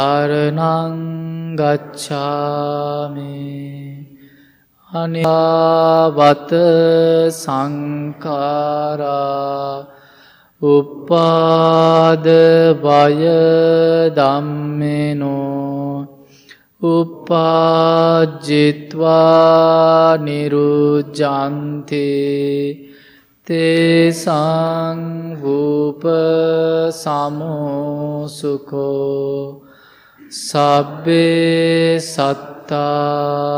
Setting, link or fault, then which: setting, large echoing room